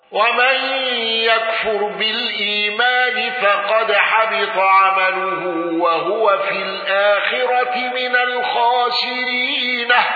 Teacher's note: ابن كثير بضم هاء وهو